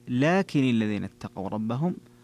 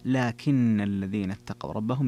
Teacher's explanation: في قوله جل ذكره لكن الذين اتقوا ربهم، نعم جميع القراء قرأوا لكن الذين اتقوا ربهم، أما أبو جعفر فقرأ لكن الذين اتقوا ربهم بتشديد النون · Shown in: second take